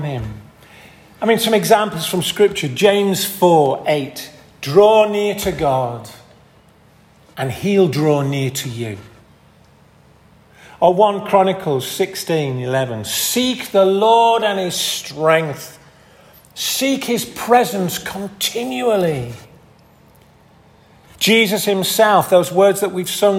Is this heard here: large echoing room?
yes